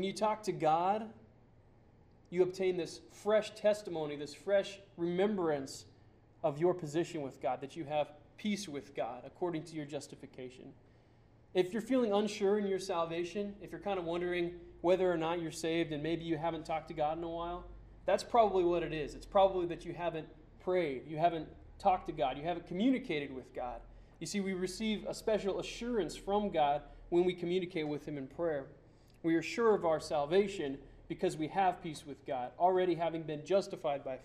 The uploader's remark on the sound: Sermon preached on November 2, 2009 at Church of the Good Shepherd in Glendora.